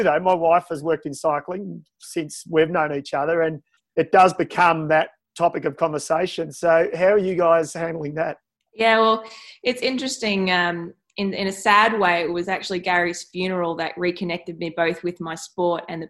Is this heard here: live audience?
no